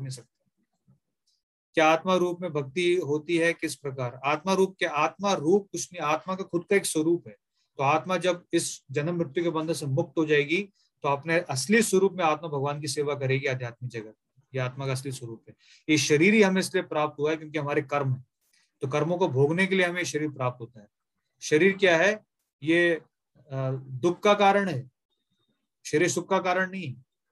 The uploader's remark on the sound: Zoom recorded class.